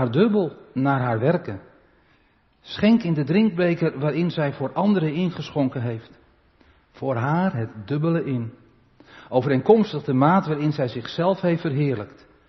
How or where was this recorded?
large echoing room